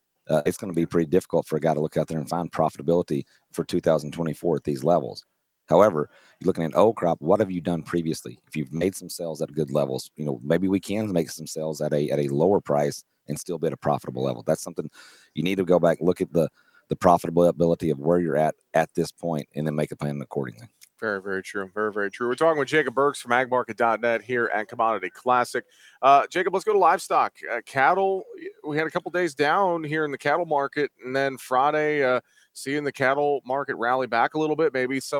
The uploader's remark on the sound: we broadcasted live from the National Corn Growers Association booth at Commodity Classic in Houston, TX!